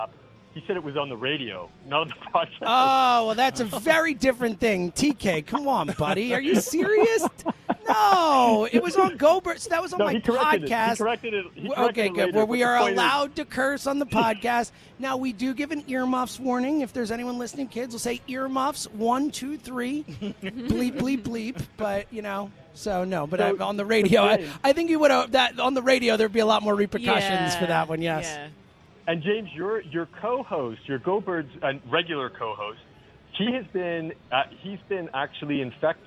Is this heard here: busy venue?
yes